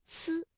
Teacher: 在今天的故事当中呢，有一个能救大家的神物，它的发音是怎样的呢？哎，这个非常厉害的东西啊，叫做仙草。仙草，那么仙草的这个仙呢，声母是西，所以发音的时候，舌面的前部要接近硬腭的前部，留出一个窄缝，气流从缝中挤出，摩擦成声，这也是鸡栖西我们通常会用到的一个发音方法。那草啊，声母是呲，发音的时候舌尖要抵住上齿背，阻碍气流，然后舌尖稍稍的离开，让这个气流从窄缝当中挤出，摩擦成音